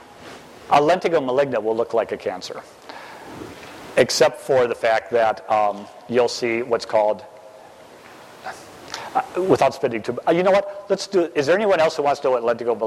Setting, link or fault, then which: setting, live audience